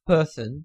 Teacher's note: unstressed second syllable of person, which is pronounced as a rather than o · Term: reducing a vowel sound